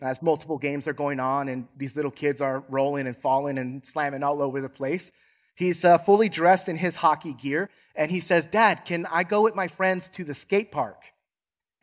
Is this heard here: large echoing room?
yes